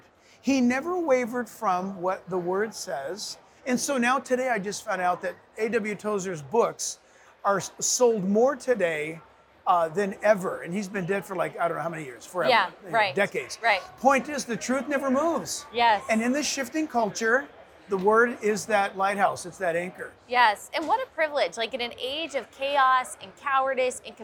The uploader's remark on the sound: sits down at the NRB Conference